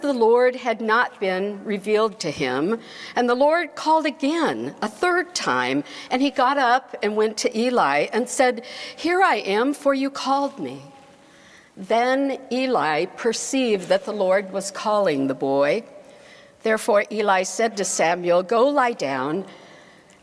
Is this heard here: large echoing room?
yes